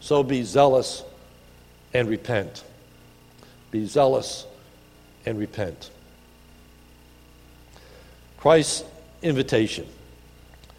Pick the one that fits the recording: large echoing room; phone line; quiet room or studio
large echoing room